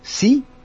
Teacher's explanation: Think of the word for ocean like sea and then say it really quickly or short like sea, and then don't go up or down at the front and don't go up or down at the back. Just an even tone, because Mandarin is a tonal language, and just say sea and then you've got it.